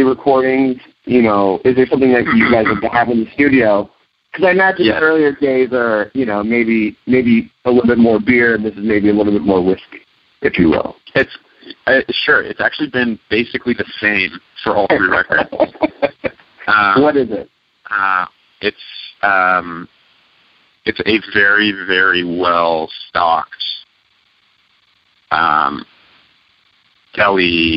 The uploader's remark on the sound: called into the show during a stop on the band’s current tour